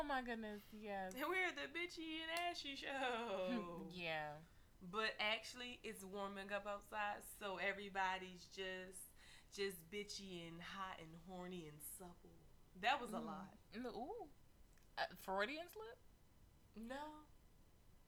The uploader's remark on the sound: Please excuse our sound! Tried a new mic and it wasn't it.